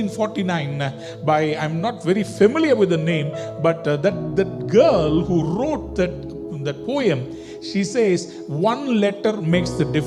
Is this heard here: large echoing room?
yes